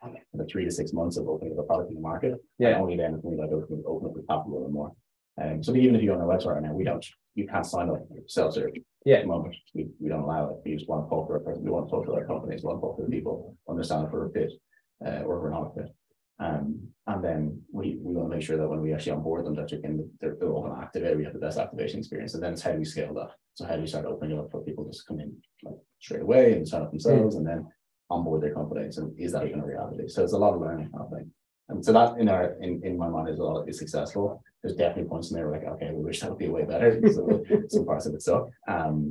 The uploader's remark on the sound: Dublin Tech Talks - in Person event. Sound Quality not the best will work on it for the next in person podcast I record.